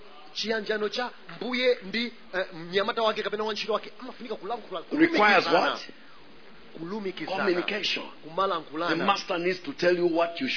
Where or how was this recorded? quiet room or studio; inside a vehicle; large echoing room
large echoing room